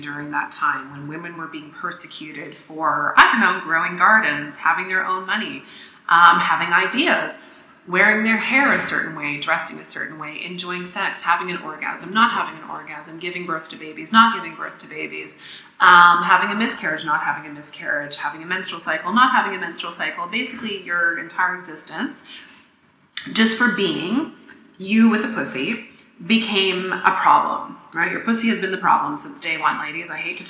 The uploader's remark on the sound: I may sound like I'm doing the podcast inside a tin can, because I did in fact make this in a tin can.